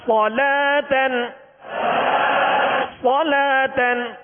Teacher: یعنی موٹا پڑھیں گے اس لیے کہ حروف مستعلیہ میں سے سواد میں سیٹی کی آواز پیدا ہوگی